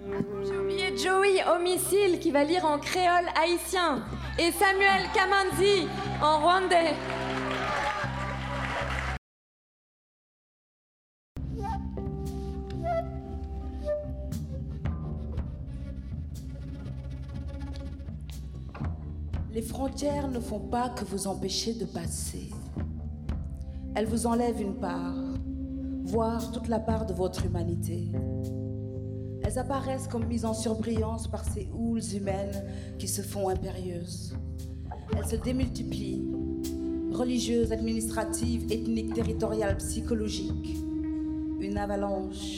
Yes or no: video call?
no